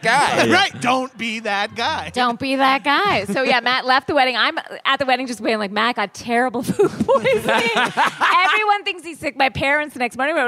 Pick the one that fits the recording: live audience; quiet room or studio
live audience